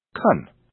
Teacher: since can is not stressed, the vowel is reduced to a, so can is actually pronounced can.